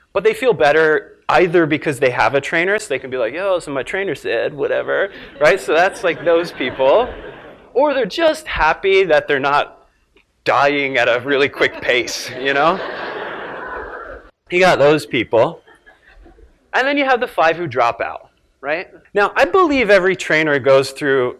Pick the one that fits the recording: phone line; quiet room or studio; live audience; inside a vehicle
live audience